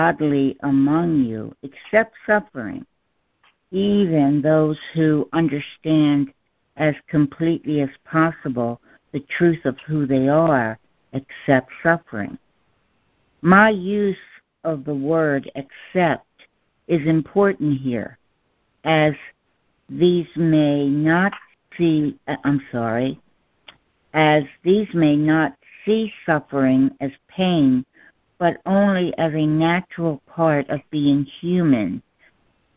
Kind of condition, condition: link, phone line